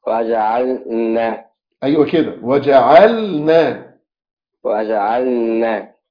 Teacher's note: عاوزك تظهر اللام كويس، وجعلنا، عشان ما تضغمش تبقى وجعلنا، يعني تفصل اللام عن النون